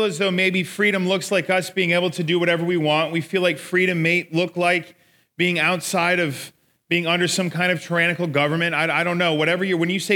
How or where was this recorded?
live audience